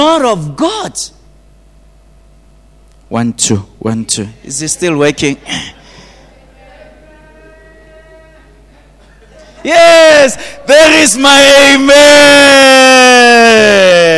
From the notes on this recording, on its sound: at GTCFC City Campus in the morning service.